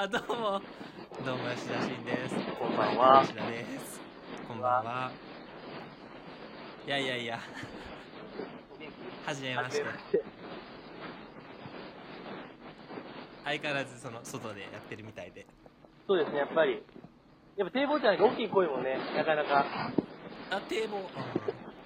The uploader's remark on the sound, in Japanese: 雑音がえげつないですが。